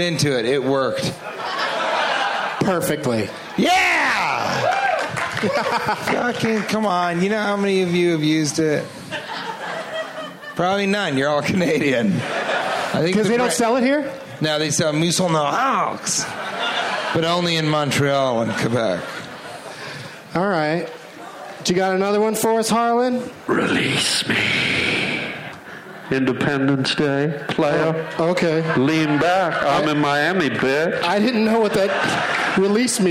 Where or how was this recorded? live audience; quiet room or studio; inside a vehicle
live audience